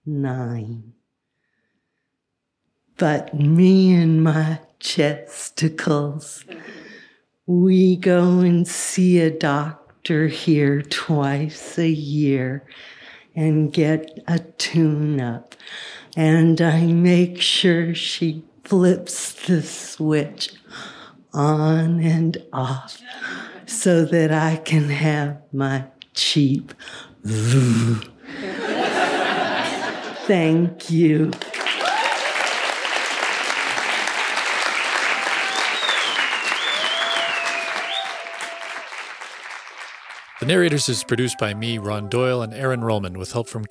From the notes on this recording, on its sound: this story was recorded at Buntport Theater in November 2017